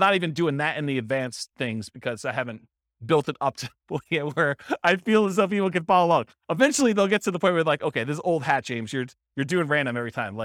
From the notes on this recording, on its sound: This was a live class recorded